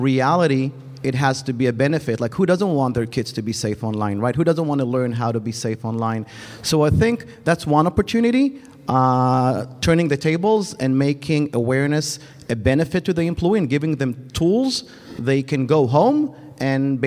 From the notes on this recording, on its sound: This recording is from Fintech Nexus USA held at the Javits Center in New York City. From the Fraud Fight Club track.